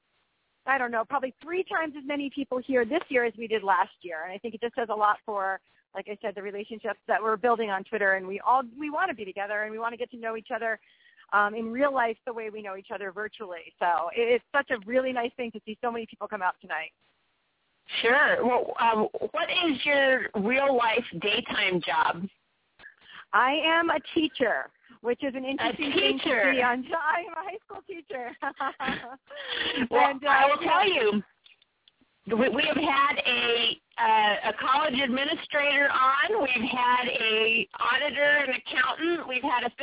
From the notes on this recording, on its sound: We are LIVE from NYC's biggest tweet-up event!